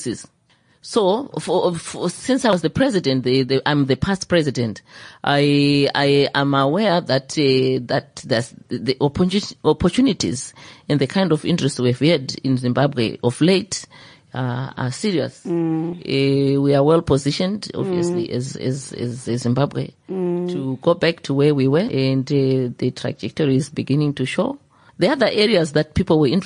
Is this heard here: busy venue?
no